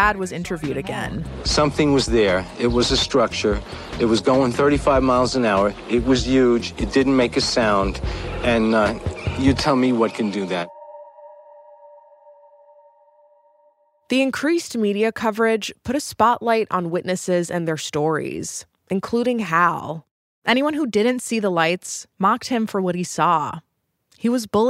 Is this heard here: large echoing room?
no